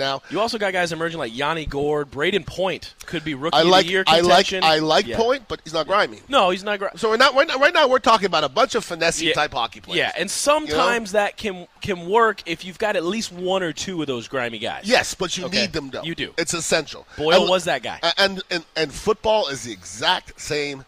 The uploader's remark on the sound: live from Oak & Stone in Sarasota